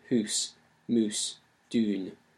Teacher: All of these would have been pronounced with the long ou sound